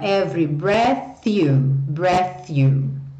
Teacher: O é do meio não é pronunciado.